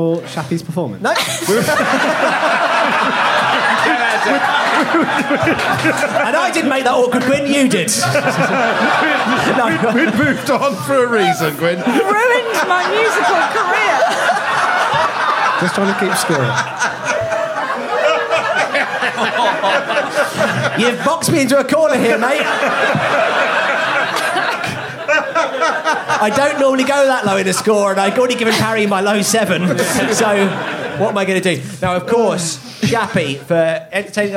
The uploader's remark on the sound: recorded live at The Phoenix in Cavendish Square